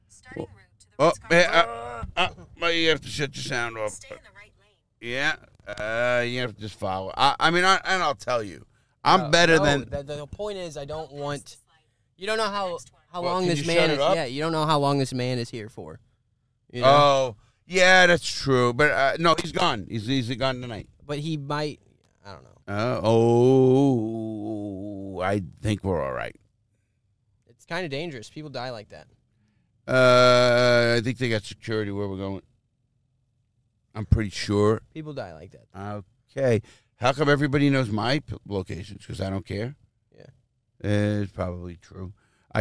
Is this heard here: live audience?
no